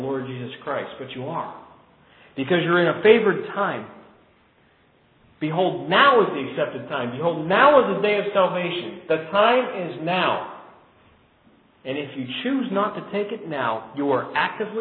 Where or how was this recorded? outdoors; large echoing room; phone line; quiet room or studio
large echoing room